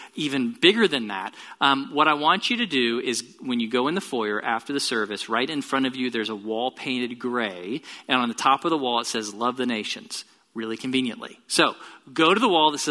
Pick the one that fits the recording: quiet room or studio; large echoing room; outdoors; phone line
large echoing room